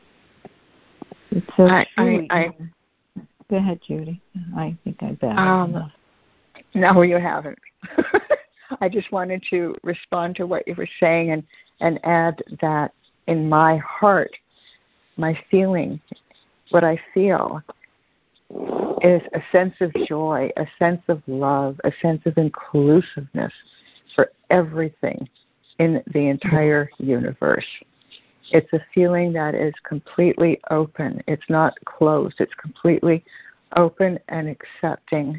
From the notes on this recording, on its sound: CONF CALL. Joining together on a Free Conference Call.